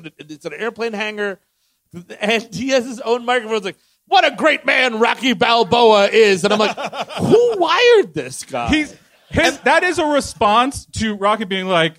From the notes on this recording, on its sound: Live in Philadelphia. At the Punchline Philly in Philadelphia, PA.